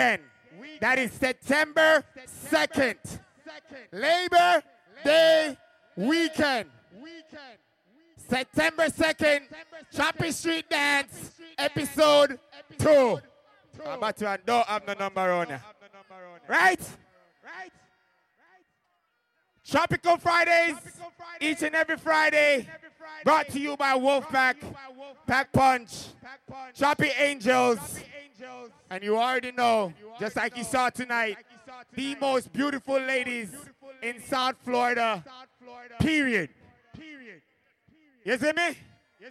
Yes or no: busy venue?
yes